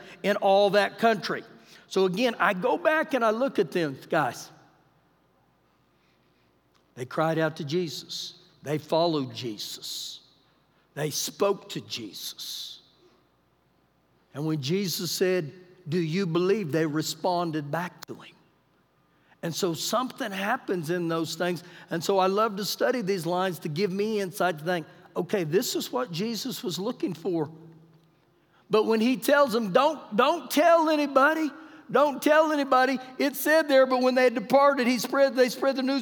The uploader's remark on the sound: Recorded live during our Wednesday night service